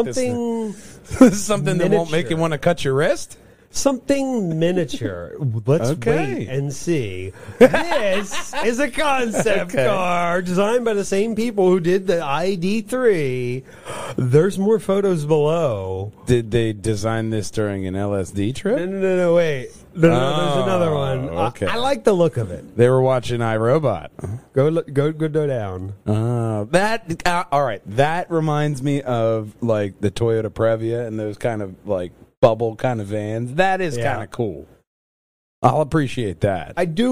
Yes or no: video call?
no